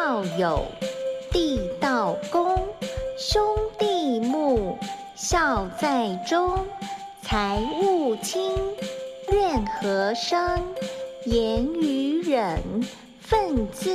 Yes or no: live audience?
no